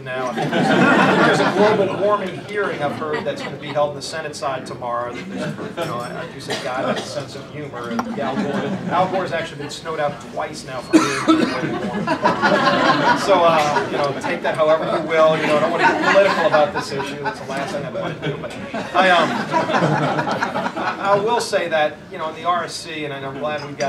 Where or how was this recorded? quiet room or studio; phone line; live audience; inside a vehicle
live audience